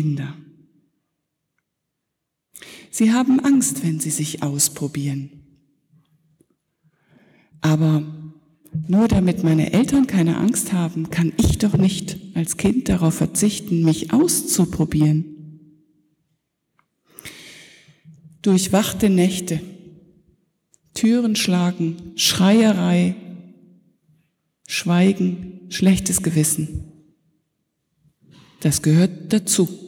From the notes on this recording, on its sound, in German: Predigt zur Konfirmation der zweiten Teilgruppe der Konfirmanden in der Martin-Luther-Kirche Detmold am Sonntag Jubilate 2019.